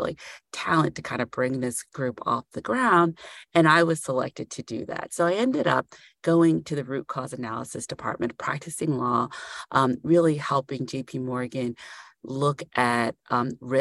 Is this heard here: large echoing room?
no